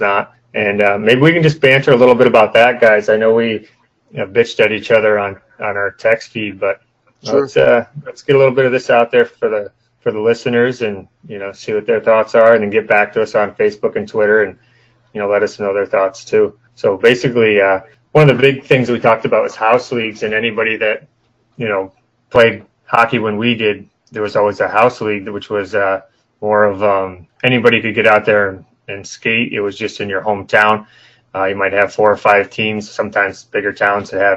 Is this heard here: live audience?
no